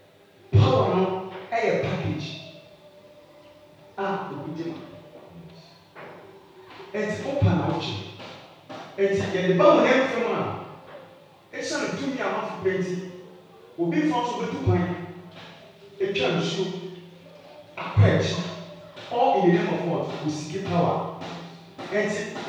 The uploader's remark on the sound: preached at the Revival Hour Service on 4th November,2020